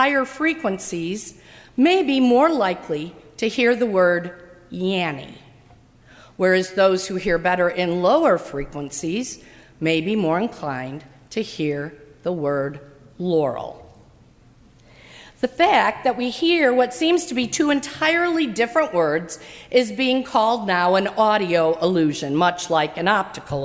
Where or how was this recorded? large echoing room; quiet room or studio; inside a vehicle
large echoing room